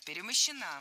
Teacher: Ударение в этой форме падает на окончание «а»